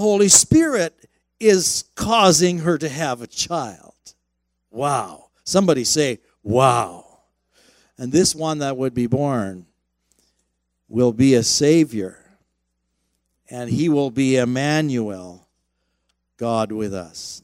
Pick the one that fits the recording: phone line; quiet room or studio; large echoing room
large echoing room